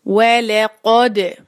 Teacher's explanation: دال پہ ہم کریں گے کلکلا. کلکلا کرتے ہوئے ذرا کھلے ہوئے منہ کے ساتھ، دبی ہوئی آواز نہ ہو بلکہ کھلا جو ہے وہ آپ نے کلکلا کرنا ہے